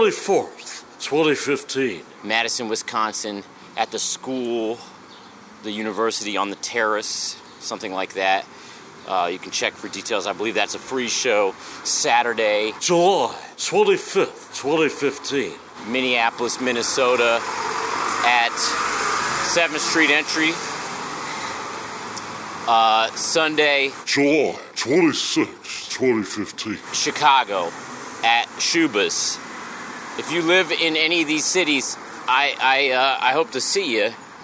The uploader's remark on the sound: meet up for a conversation outside of a coffee shop